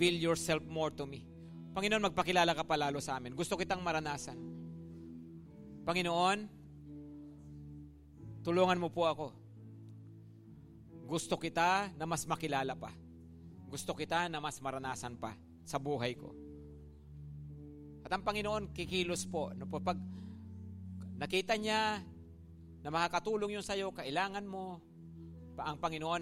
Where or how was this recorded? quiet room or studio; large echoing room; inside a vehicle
large echoing room